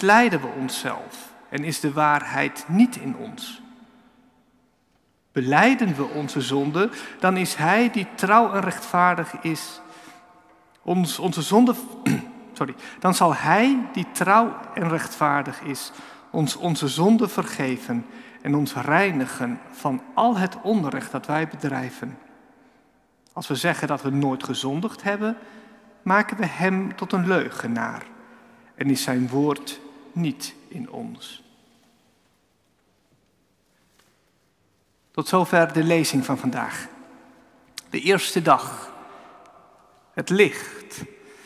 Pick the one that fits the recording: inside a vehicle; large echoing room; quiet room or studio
large echoing room